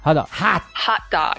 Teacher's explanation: esse T é quase, você quase não fala, é só um freio na língua